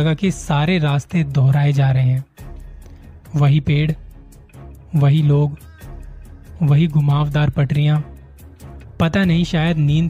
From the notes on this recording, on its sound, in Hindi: ye recording direct mobile se ki thi, isliye audio quality itni sahi nahi hai